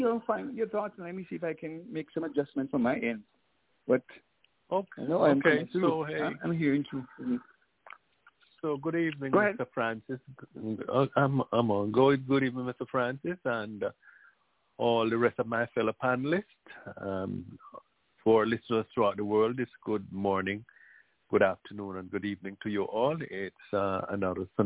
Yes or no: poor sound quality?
no